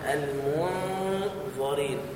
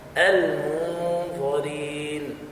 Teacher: الغنة مفخمة، لكن ليس معنى ذلك أننا نفخم النون · Shown in: first take